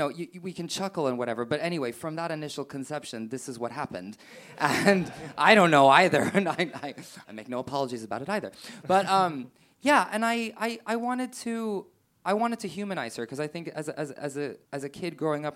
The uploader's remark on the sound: Full performance and interview recorded live at Above The Stag Theatre.